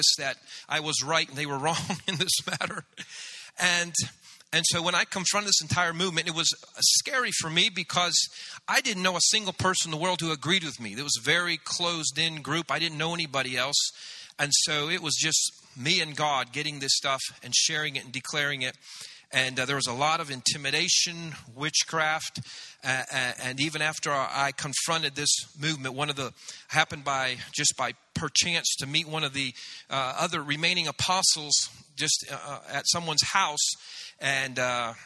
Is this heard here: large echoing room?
yes